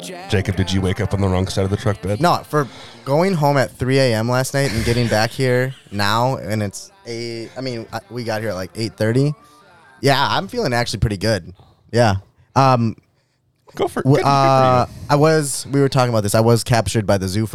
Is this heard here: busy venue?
yes